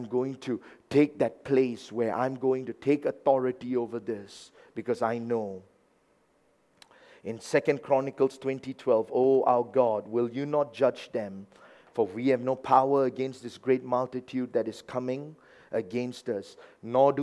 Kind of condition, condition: setting, large echoing room